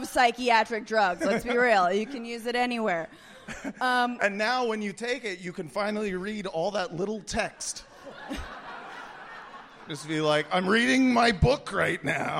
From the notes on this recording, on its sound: LIVE From Brooklyn. A special LIVE episode from the Bell House. We get into it all in front of a tremendously warm Brooklyn audience.